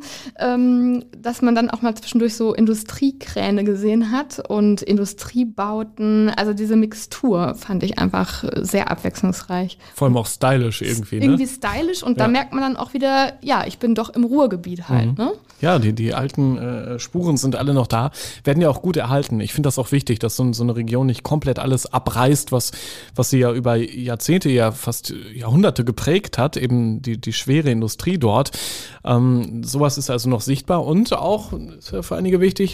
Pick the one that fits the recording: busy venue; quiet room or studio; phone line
quiet room or studio